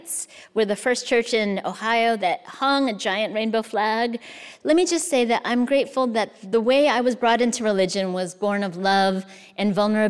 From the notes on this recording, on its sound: recorded during the 2022 Dodge Poetry Festival in Newark, New Jersey.